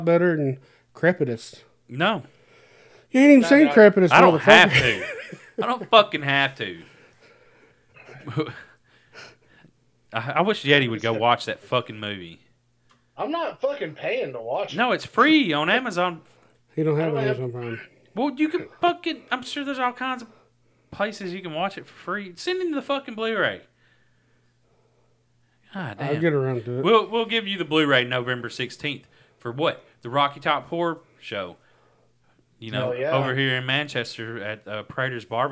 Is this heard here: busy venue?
no